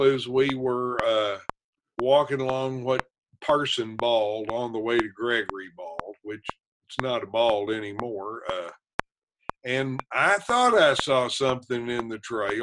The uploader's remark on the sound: Zooming episodes